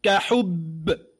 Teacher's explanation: إحنا عايزين كلمة كحب، لو قرأنا مثلا الباء مع الحاء التي في آخر الكلمة سنقول مثلا كافتحة ك حا ضم با شد حب با كسر ب كحب هذا وصلا وقفا كحب الباء مشددة ومعنى الشدة ومعنى الجهر والقلقلة